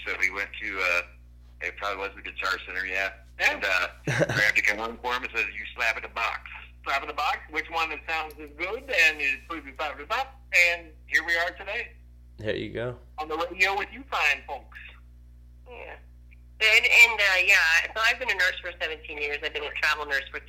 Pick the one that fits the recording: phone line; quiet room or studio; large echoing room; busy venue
phone line